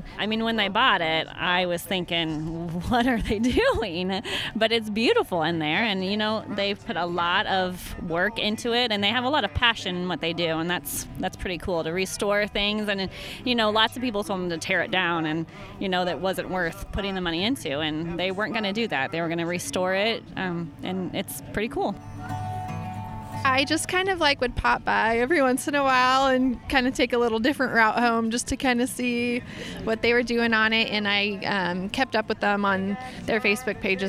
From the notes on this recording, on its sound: We visit a unique end-of-term tradition hosted by MU's Ancient Mediterranean Studies department: The Homer-athon. Captured the languages and the sounds of the recent 25th annual Homer-athon.